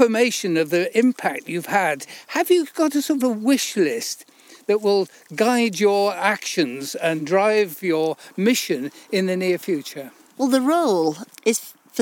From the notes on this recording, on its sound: We travel east to the big-sky North York Moors. On a stretch of her beloved Coast to Coast walk. Setting out in springtime squalls from The Lion Inn at Blakey.